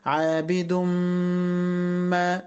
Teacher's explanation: مش هنطق التنوين ولكن هدخله في الميم · Term: إضغام بغنة